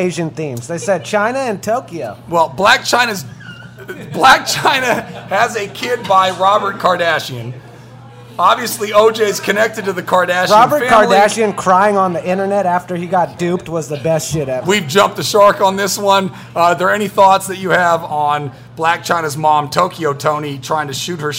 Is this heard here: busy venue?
yes